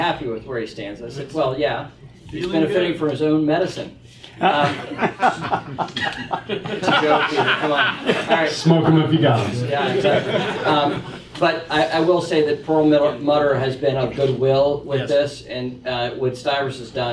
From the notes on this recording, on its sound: moderated a discussion before the Ripon Society on June 5, 2019